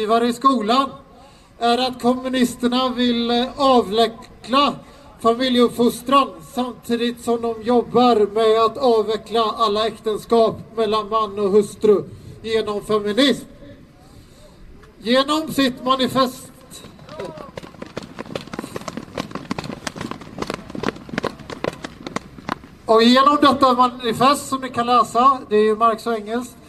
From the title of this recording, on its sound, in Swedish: talar på Mynttorget 3 februari 2019